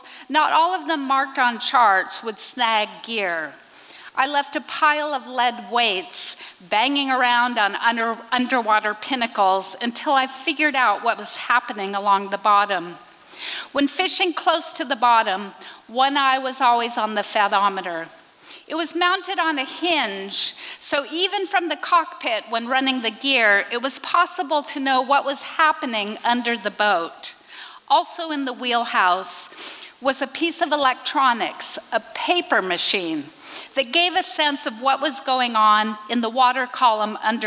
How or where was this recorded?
live audience